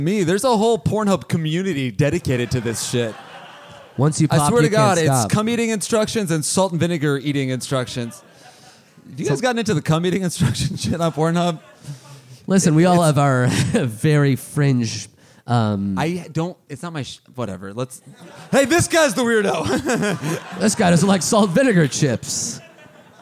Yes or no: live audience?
yes